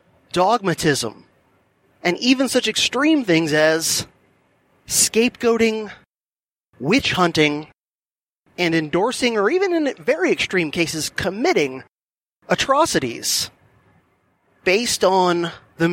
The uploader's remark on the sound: from his mobile podcasting studio, the Silver Bullet, while commuting